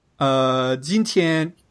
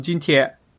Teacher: And also you can get, like, the whole coda reduced. So if there's a coda nasal, that coda nasal can be deleted, and then you just have nasalization on the vowel · Shown in: second take · So like, jintian can become jintie.